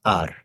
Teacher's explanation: And then there's the shorter, the softer R, which is just the tongue just touches the roof of the mouth once